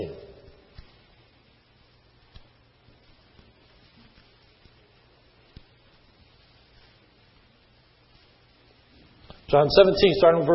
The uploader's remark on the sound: sermon was recorded on 2/14/10 in the morning service